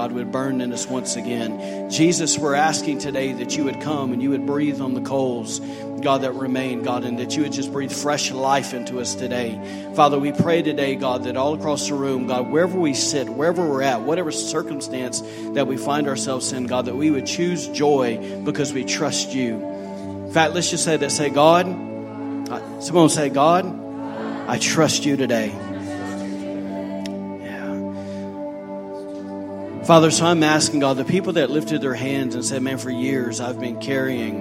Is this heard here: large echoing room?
yes